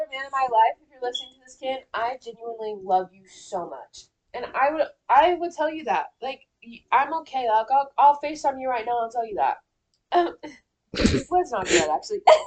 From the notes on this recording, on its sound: We are still having trouble with our mics but we are actively working on improving the sound for you guys.